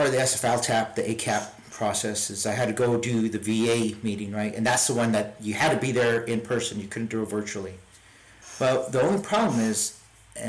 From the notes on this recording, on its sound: My apologies for the sound quality, I'm am self-teaching on how to edit the audio.